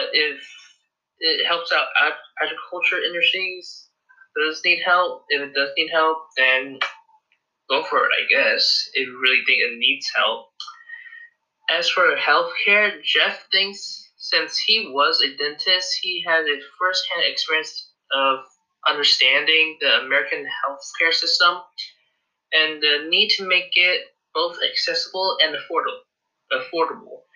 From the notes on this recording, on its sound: The audio is horrible.